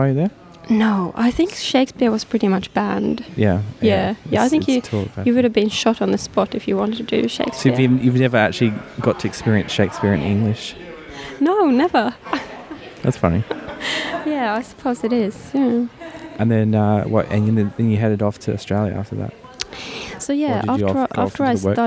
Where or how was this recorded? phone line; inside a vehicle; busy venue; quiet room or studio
busy venue